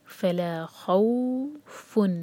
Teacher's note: یہ مدلین ہو رہا ہے، واو کے ساتھ جوڑیں گے